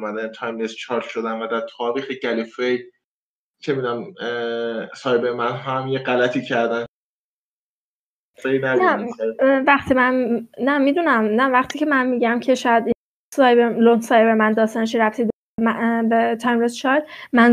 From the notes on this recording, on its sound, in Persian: پادکست هووین فارسی را به علت شیوع ویروس کرونا به صورت آنلاین ضبط کردیم.